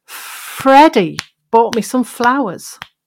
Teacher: If I make that F sound for a bit longer than I normally would, then it gives the impression of Freddie, of all people.